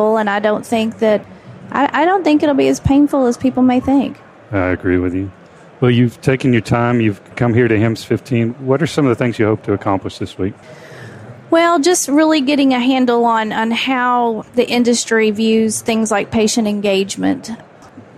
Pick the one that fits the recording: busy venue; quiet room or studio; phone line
busy venue